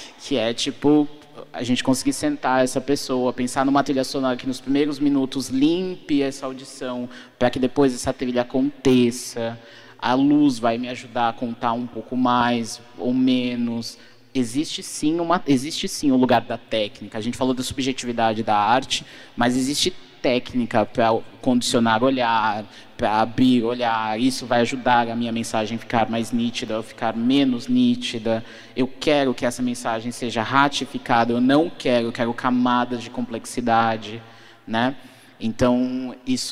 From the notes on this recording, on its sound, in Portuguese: Em abril estivemos na Rio2C pra uma conversa muito inspiradora. Neste papo gravado ao vivo.